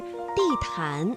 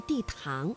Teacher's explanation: 安呢是前鼻韵母，气流呢是从鼻子前方出来的 · Shown in: first take